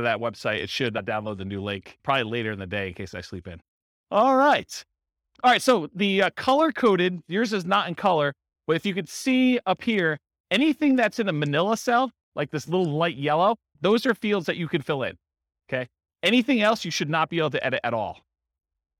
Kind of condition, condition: setting, live audience